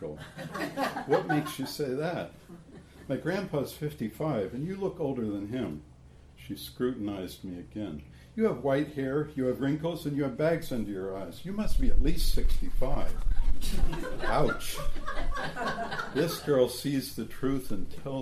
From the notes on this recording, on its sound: Following the case presentation you’ll hear the audience discussion.